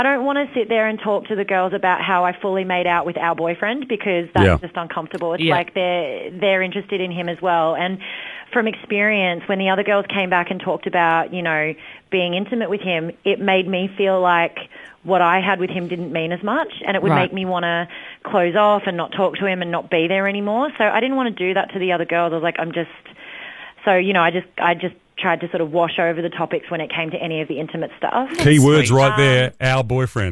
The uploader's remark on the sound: … decided to open the phones.